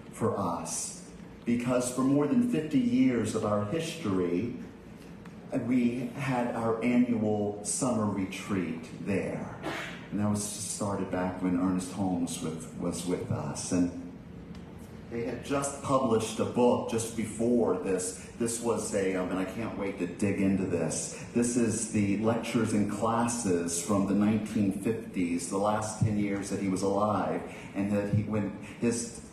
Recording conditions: large echoing room